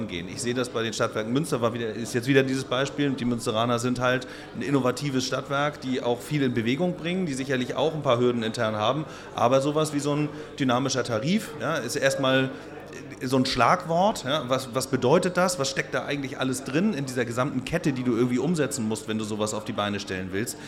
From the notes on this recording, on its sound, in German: Live vom Stadtwerke Impact Day.